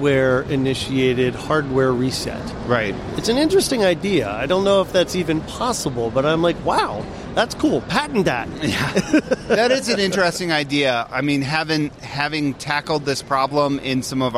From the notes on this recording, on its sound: Talk live from the show floor at CES 2020.